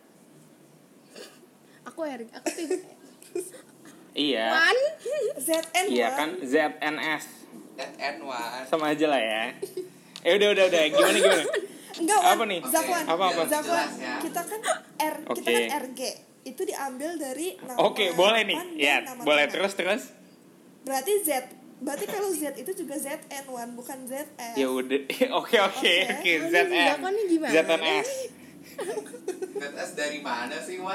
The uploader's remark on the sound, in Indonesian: Maaf ya P-assengers kalau agak mendengar grasak-grusuk dari audio kali ini.